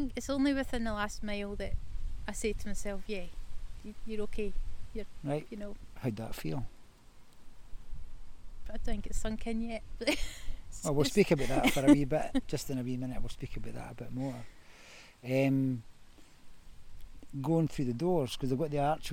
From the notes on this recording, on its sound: There is some background noise to this episode, it's real authentic and quite magnificent. The North Inch in Perth was the setting for our meet-up and chat.